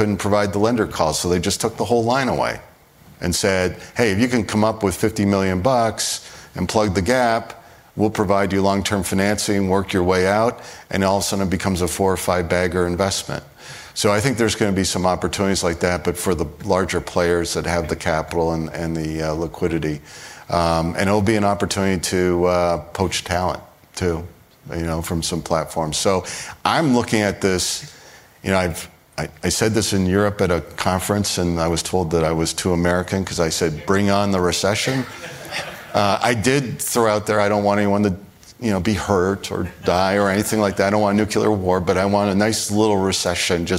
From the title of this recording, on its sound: Live from Barings 360